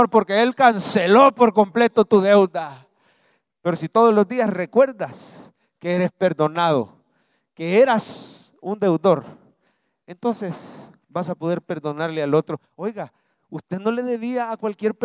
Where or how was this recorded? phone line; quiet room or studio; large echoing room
large echoing room